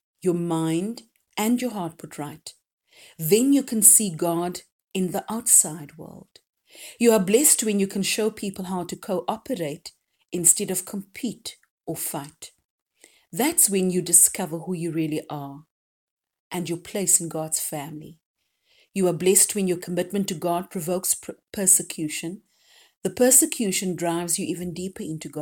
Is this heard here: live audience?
no